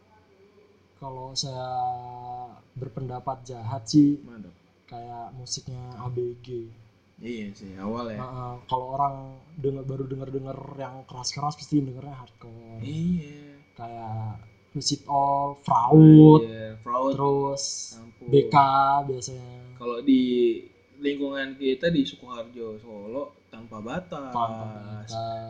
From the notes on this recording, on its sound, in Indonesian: Maap yak suara kurang jelas, gak ada yg mau beliin mic pooo..??